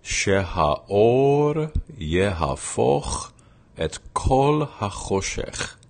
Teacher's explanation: The second section also has a glottal before the or sound